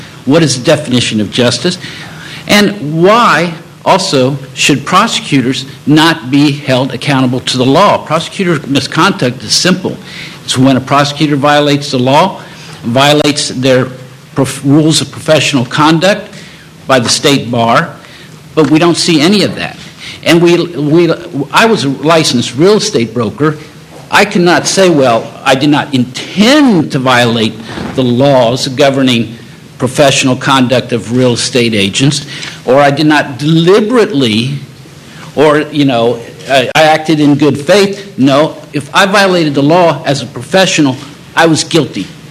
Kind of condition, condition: setting, live audience